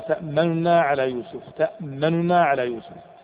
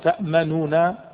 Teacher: الروم أصعب لأنه في بداية النون تجعل النون صغيرة كذا قصيرة، يعني زمانها الصوتي قليل جدا · Shown in: first take